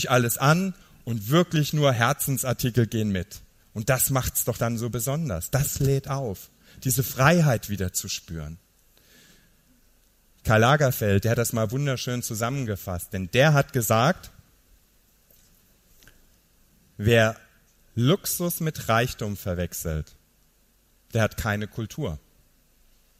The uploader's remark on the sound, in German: Live-Mitschnitt von der Gedanken Tanken Bühne.